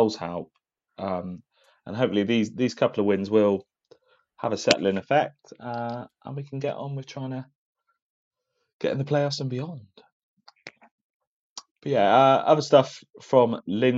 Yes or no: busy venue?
no